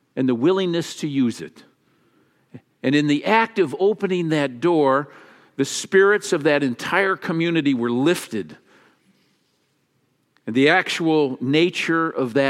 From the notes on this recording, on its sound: Easter message delivered during the Traditional Worship service.